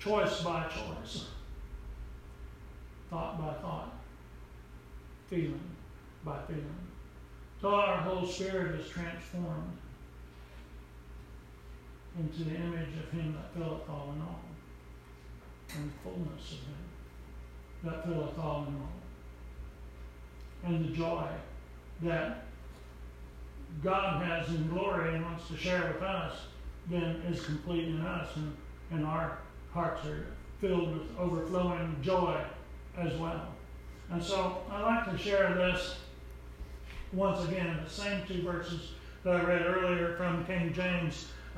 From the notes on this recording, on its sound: Preached at Briensburg UMC